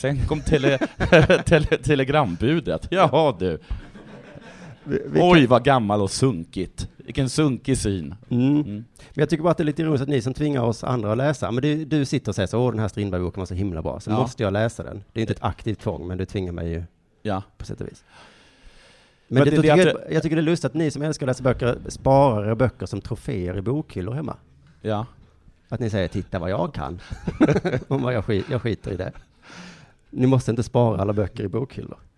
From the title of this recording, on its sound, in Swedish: Live inför publik